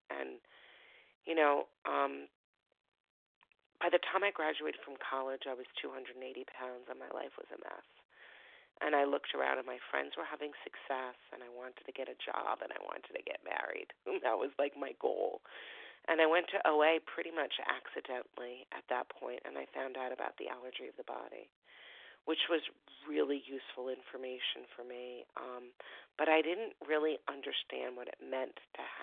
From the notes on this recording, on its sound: Phone Meeting